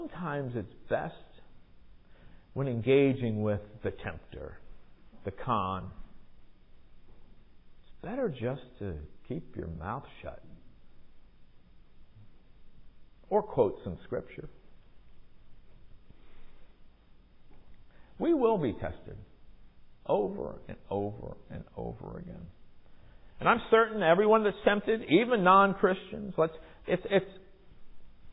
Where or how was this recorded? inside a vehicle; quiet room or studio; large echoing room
large echoing room